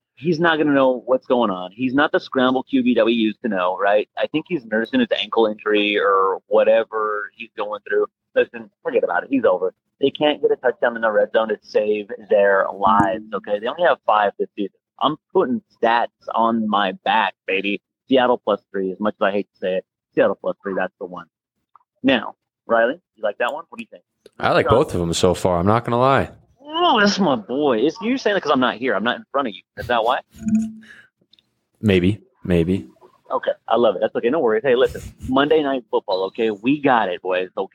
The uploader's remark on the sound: phones in from Kansas City